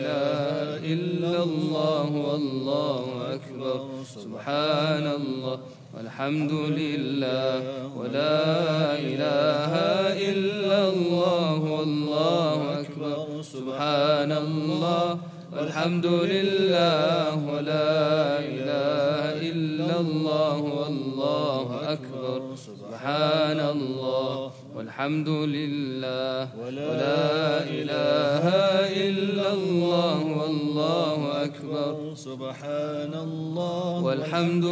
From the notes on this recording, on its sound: At the Houghton Masjid (West Street).